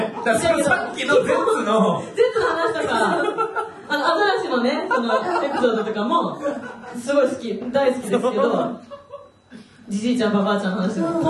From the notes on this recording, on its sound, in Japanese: 今週は100回突破記念公開収録の模様をお届け！